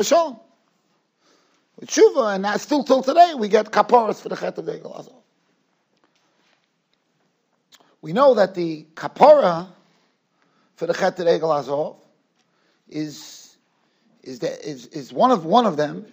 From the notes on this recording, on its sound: Shiur recorded in Yeshivas Ohr Reuven, Monsey, NY.